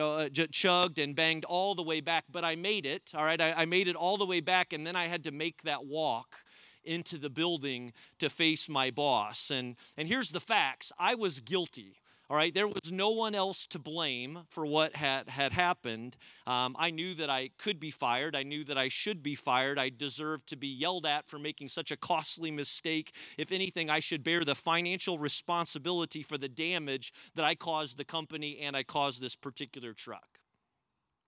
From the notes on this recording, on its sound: We gathered as one church outdoors at the Carmel campus.